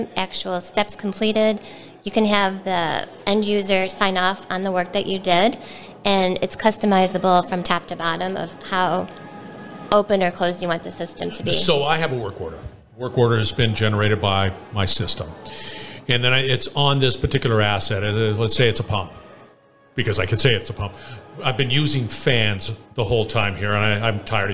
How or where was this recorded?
busy venue